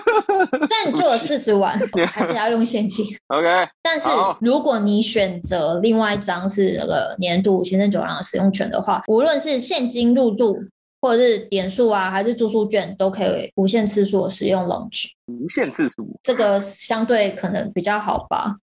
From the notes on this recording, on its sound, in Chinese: 正在隔離中。因此無奈我倆只能線上錄製，音質方面無法與過往相比較，還請大家見諒！